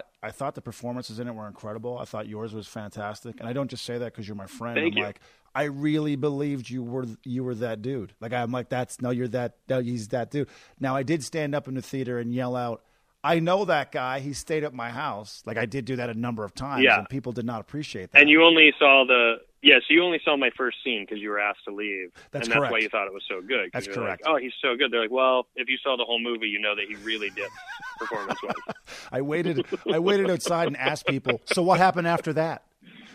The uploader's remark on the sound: joins me by phone